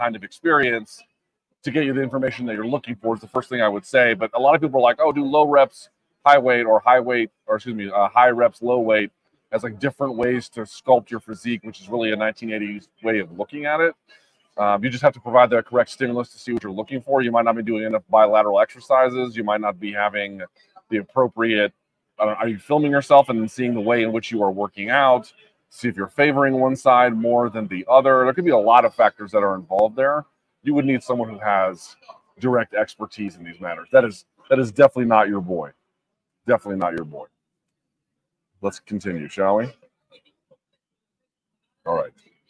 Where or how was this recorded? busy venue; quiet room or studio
busy venue